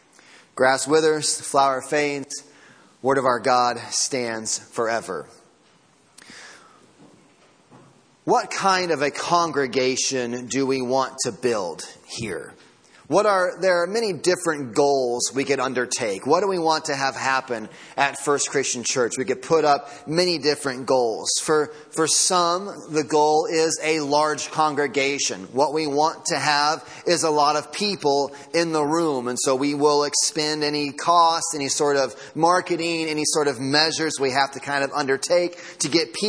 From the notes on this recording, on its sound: Sermon Audio from Sunday Morning